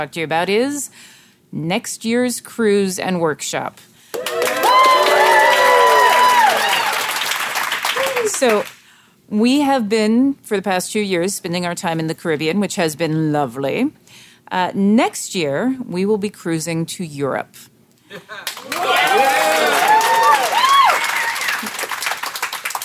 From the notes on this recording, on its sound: This episode was recorded aboard Oasis of the Seas